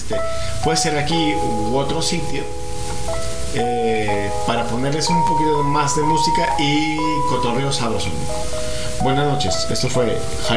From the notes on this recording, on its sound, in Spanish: Episodio grabado en el Drinking Tippy desde Huentitan el bajo, Guadalajara Jalisco